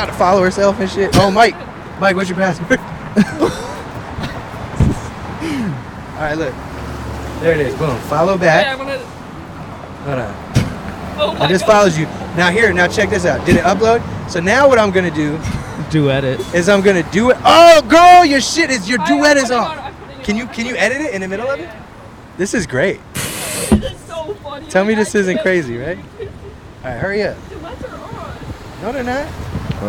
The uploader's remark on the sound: Outside a Bougie Grocery Store. In front of Erewhon in Santa Monica, California.